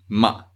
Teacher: Fourth tone, also known as falling tone.